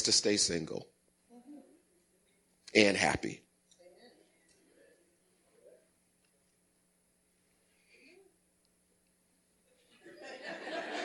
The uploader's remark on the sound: Recorded at the 08:30am Sermon on 2016-12-11.